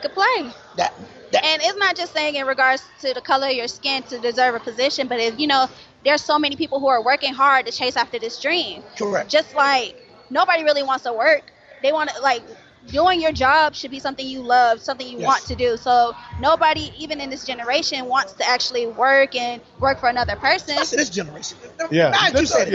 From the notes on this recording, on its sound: live from Pizza Bar in Atlanta